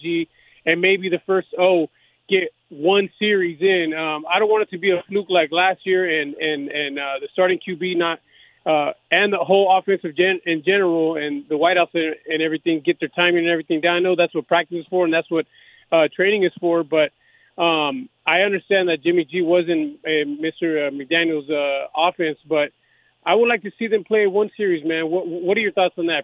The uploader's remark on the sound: LIVE AT RAIDERS-RAMS PRACTICE